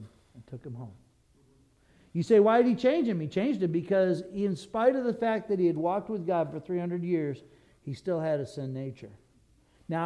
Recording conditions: large echoing room